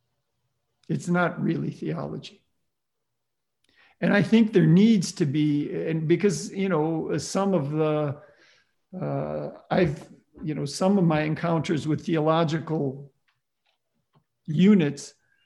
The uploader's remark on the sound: Presented by the Lumen Christi Institute, the Godbearer Institute, and the Collegium Institute. Originally delivered as a live web event.